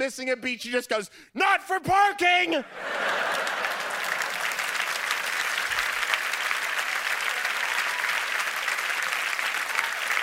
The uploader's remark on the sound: Answers audience questions. Gets the whole theater laughing.